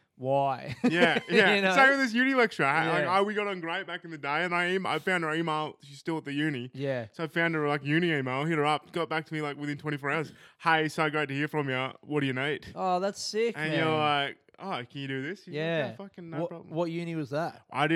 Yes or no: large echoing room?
no